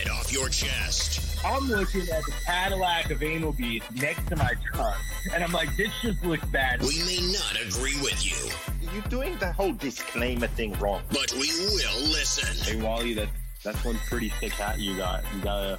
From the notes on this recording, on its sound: Here is the audio from the last NNRC Hotline. We ended up just chatting and taking some phone calls from the listeners.